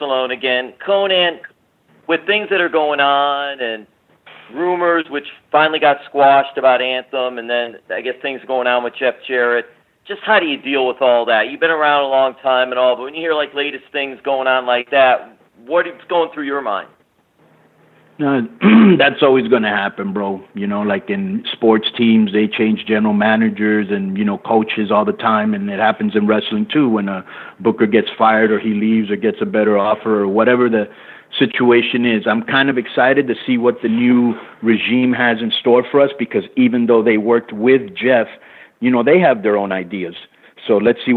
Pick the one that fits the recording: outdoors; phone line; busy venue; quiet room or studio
phone line